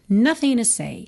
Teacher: nothing, na verdade, termina na letra G. Mas o G não é pronunciado, já foi até substituído aí pelo apóstrofo.